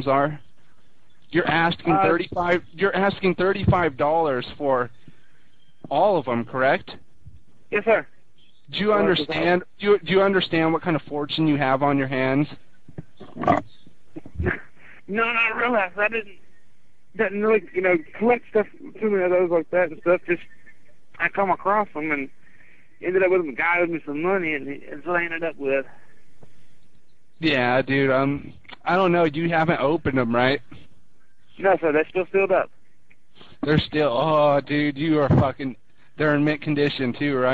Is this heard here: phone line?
yes